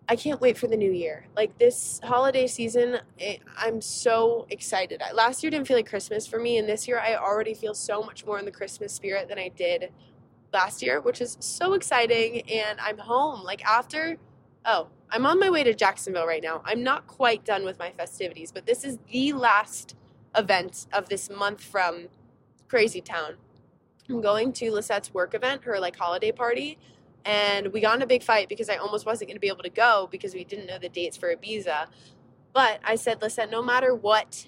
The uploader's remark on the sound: We are keeping today’s episode super casual as I record the podcast while on a 5 hour roadtrip!